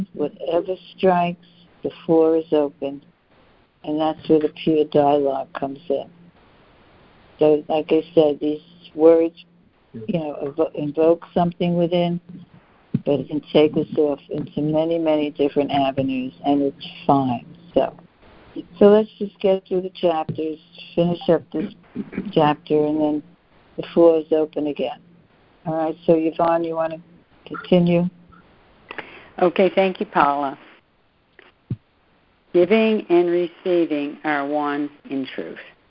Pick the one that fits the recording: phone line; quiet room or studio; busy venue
phone line